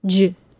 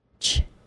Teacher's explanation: I hope you remember from 2 weeks ago that the CH sound began with the tongue in the same position as a T sound. Since the J sound is a voiced CH sound, it should not surprise you that the J sound begins by stopping the air in the tongue in the same position as the D sound, j.